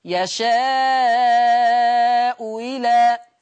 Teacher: بتسهيل أو إبدال الهمزة الثانية واوا مكسورة · Term: التسهيل أو الإبدال